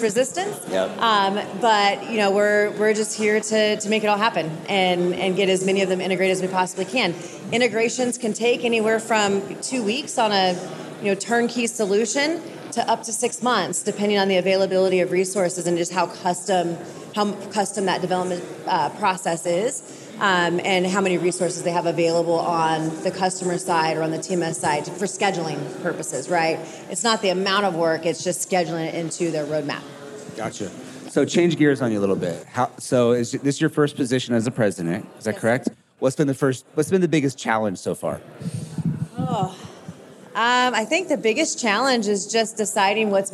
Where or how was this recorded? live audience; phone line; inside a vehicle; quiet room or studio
live audience